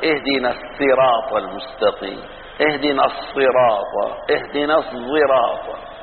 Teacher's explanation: لما كانت الطاء من حروف الإطباق مثلا فلا تتناسب مع السين، فصارت استراط صعبة، فقلبت السين صادا